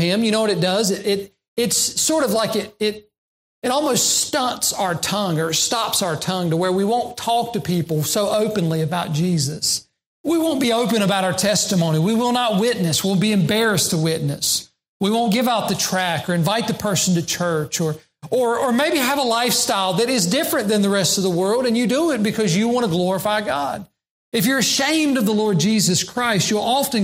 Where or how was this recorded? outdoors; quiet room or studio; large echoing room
large echoing room